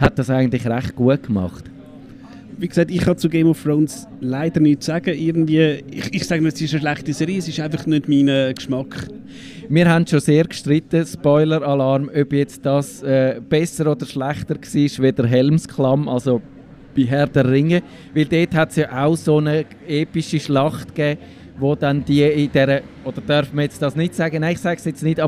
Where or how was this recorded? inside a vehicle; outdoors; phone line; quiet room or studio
outdoors